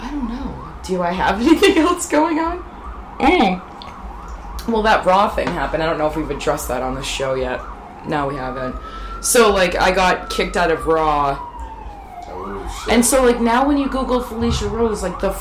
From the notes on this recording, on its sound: They sit down in their living room amidst the ambient sounds of New York City.